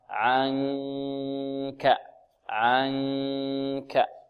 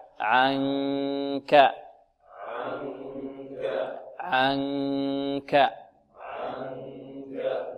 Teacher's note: الكاف الذي هو من أقصى اللسان بين الحنك العظمي والرخو